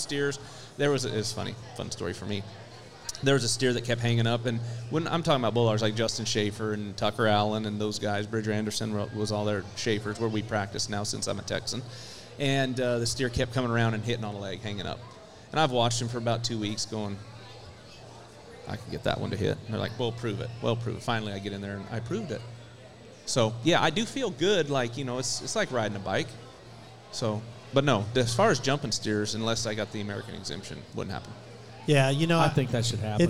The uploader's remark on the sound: LIVE from Corpus Christi Buc Days WCRA Rodeo!